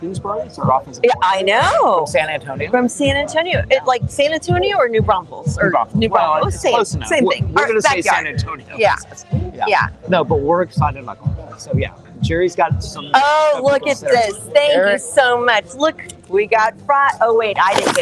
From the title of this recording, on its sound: Live from The Hollow